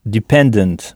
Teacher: en début de mot, on entend « di », qui s'écrit pourtant « de »